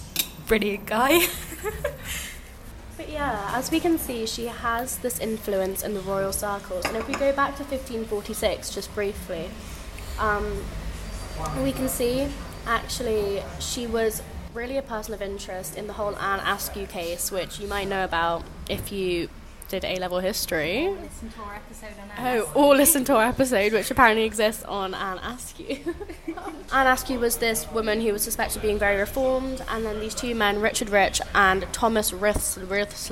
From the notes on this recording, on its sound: Recorded in a cafe this week so prepare for some background ambience.